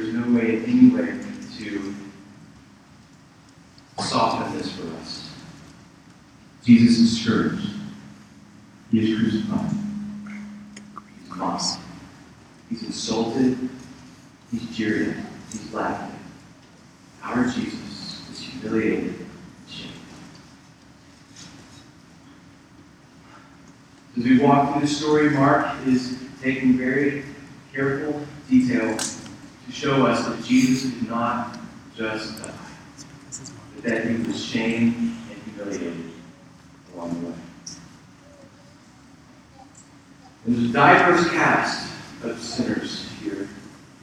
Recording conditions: poor sound quality